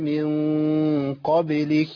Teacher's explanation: اخلي طرف لساني يرتفع الى اعلى قرب مخرج النون دون ملامسه مخرج النون عشان ما اعملش اظهار، وابعد اقصى لسان ما خليش اقصى لساني كده يلتصق بسقف الحنك. · Term: الاخفاء